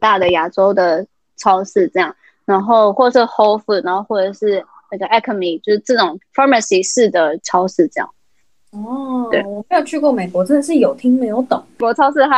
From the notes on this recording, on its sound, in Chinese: 因為她在美國 所以一樣是用遠距離的錄音。錄音品質沒有到很好 而且網路問題也有稍微小卡。